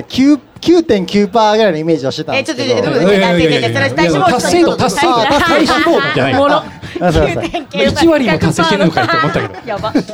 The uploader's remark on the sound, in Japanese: ついに、初のリアル公開収録を、逗子海岸海の家「シーサイドリビング」さんをお借りしてやってきました！ガチオフラインははじめてだし、海の家という環境で収録するのもはじめてだったので。